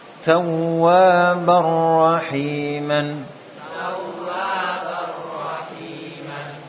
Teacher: Nun sukun atau tanwin diidghamkan atau dimasukkan secara sempurna dalam lam dan ra tanpa adanya gunnah.